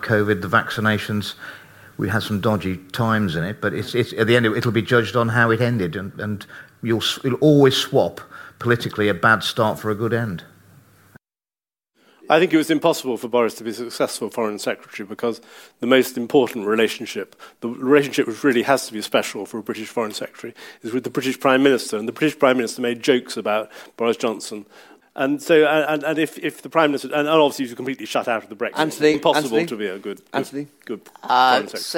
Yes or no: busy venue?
yes